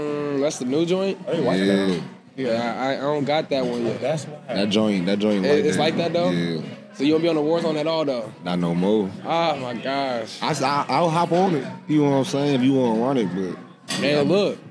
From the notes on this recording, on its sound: Recorded at Eskimo Joe's on Monday, November 27, 2023.